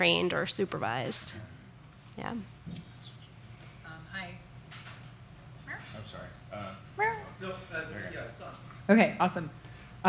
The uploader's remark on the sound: Part of The Long Now Foundation's “Conversations at The Interval” Salon Talks. These hour long talks are recorded live at The Interval, our bar, cafe, & museum in San Francisco.